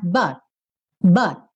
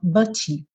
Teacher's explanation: eu cheguei a botar a língua no céu da boca, onde eu faço o T, mas eu nem fiz o t · Shown in: first take